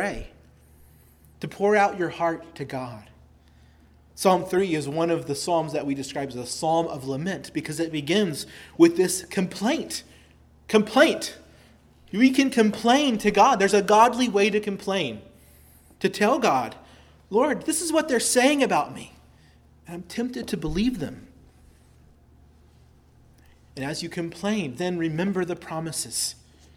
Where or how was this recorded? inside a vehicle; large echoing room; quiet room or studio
large echoing room